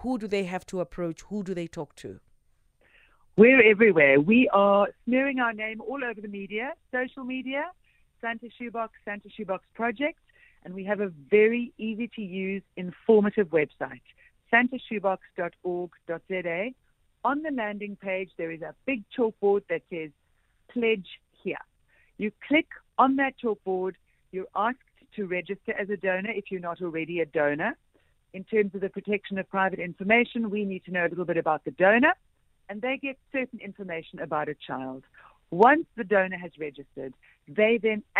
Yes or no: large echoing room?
no